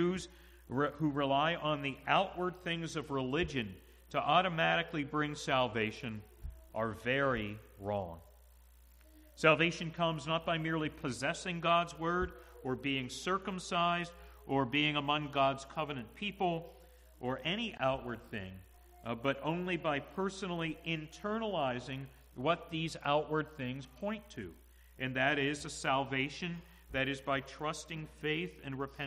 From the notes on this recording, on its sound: to the congregation at the Manchester Reformed Presbyterian Church of New Kensington, PA, on Sunday, March 06, 2022 .